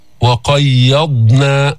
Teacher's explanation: اسكان الضاد، ما في قلقلة بالضاد، مش وقيضنا.